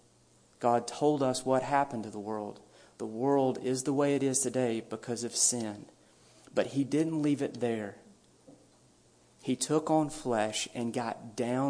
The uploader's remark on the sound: A brief message delivered at a memorial service.